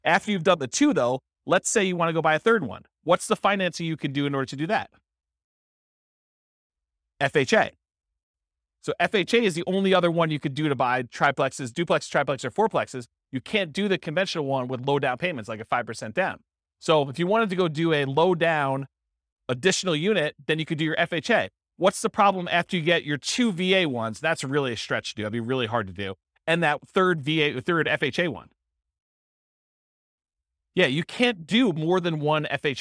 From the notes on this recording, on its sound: This was a live class recorded